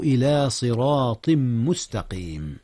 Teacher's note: أدغم التنوين تنوين صراط في ميم مستقيم · Term: إدغام